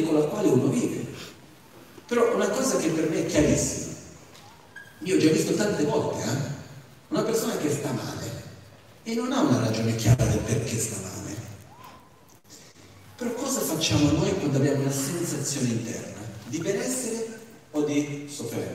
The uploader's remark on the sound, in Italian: Teatro Maggiore Verbania. Nell'ambito del Cross Festival 2020 di Verbania. Presso il teatro Maggiore con una conferenza.